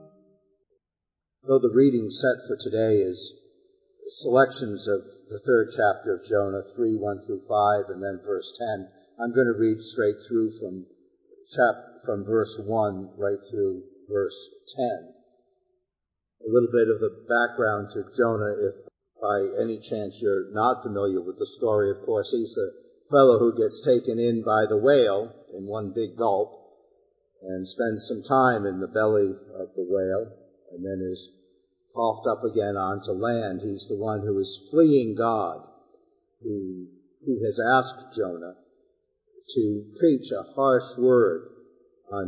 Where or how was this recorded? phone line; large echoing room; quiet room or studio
large echoing room